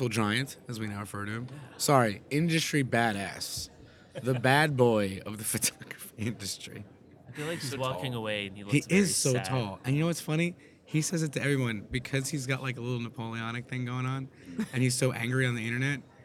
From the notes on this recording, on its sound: We’re recording live from the PDN PhotoPlus Expo in New York where we were able to swindle some of the biggest names in photography to sit in our makeshift cafeteria recording studio.